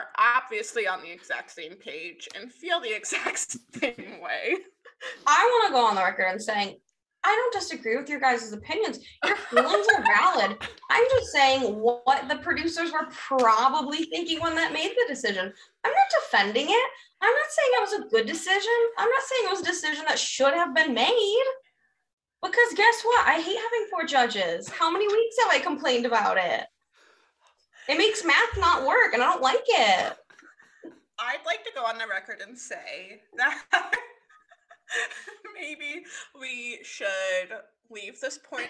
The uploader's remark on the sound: Horrific audio quality.